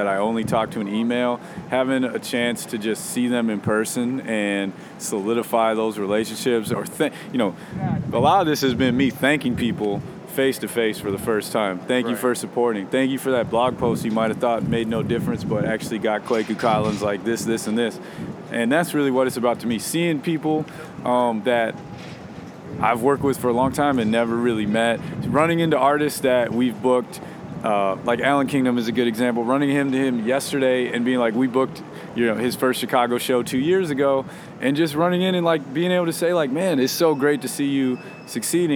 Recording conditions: busy venue